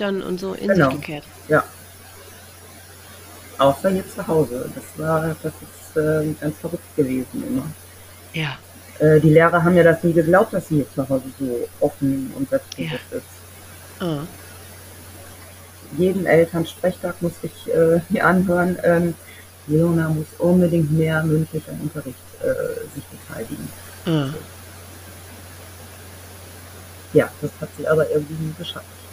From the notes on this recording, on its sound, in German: Ich bitte, die mindere Tonqualität zu entschuldigen.